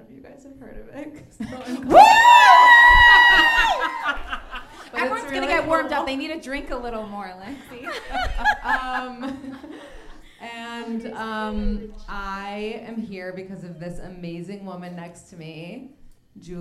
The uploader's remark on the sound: Is the NYC live show recording. Live recording at Improv Asylum.